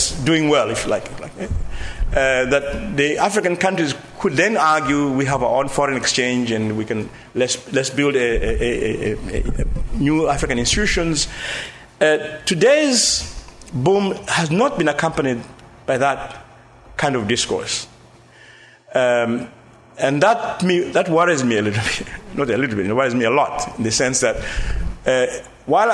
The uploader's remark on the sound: An audio recording of the proceedings of the LSE Cape Town Conference 2014 Africa in the World, The World in Africa.